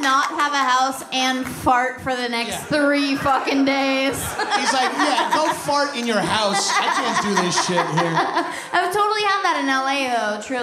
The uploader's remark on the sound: a LIVE taping of High & Mighty in San Fransisco